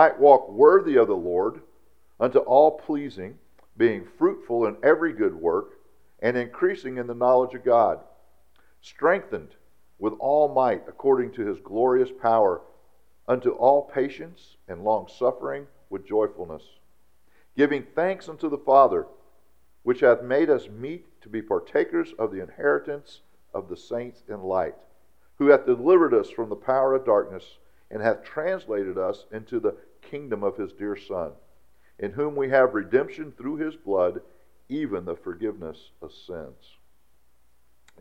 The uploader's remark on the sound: during our traditional church service on Sunday, August 27th, 2017 at Sonshine Baptist Church